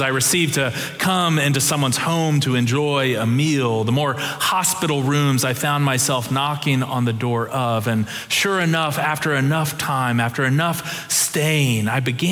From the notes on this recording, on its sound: Preached October 30, 2022 in our Kirkin' o' the Tartans worship services.